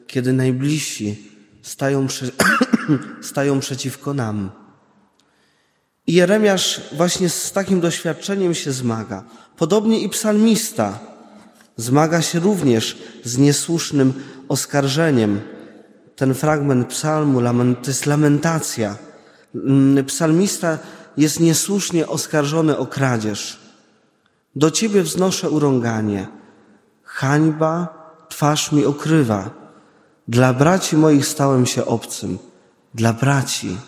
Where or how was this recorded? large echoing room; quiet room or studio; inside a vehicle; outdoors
large echoing room